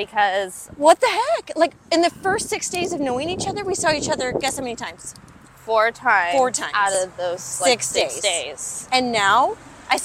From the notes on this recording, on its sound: Walking the streets of LA